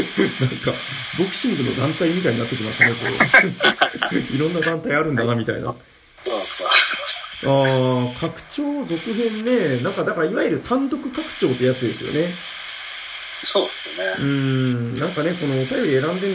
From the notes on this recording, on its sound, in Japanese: 収録の環境上、全体的に音質的に聞きづらくなっております。